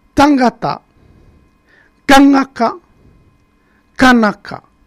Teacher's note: Le T, parfois, se transforme en K.